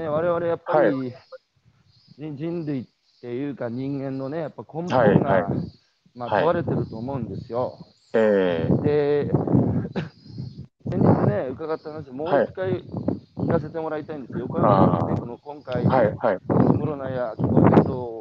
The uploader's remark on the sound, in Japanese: 歩きながら1時間、対談する